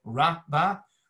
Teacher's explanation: the accent in our case is on the first syllable, ra-ba, which means the cry has already become great. · Term: accent on the first syllable